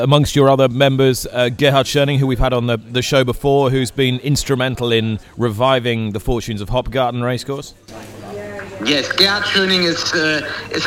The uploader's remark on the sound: Recording today's show at GOFFS